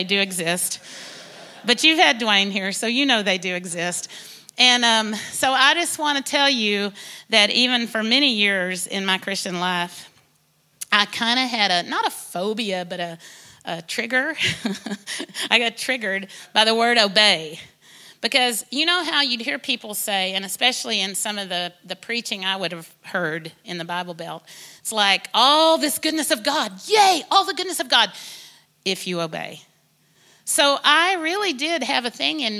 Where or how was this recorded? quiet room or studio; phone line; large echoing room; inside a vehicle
large echoing room